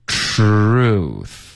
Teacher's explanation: 这个 TR 的这个音呢，它的结尾发这个 R 的音，你的嗓子会跟着震动的